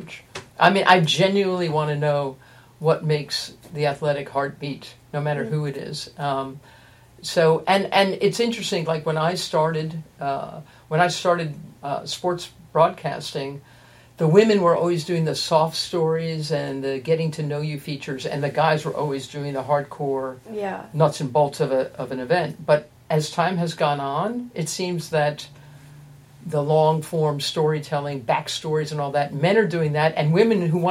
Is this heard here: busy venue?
no